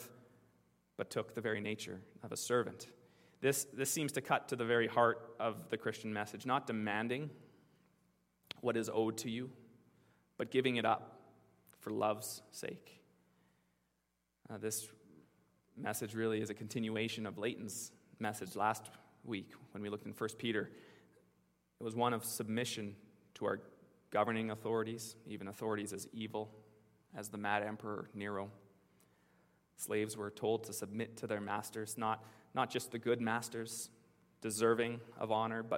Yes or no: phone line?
no